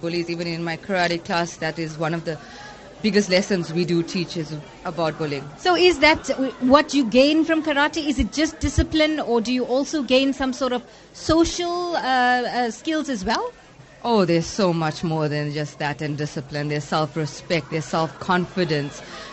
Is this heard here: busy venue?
yes